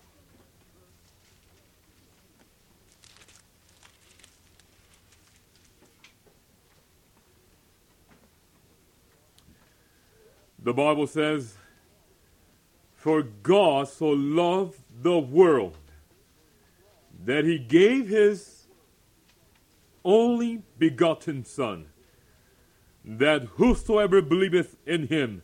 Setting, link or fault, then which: setting, large echoing room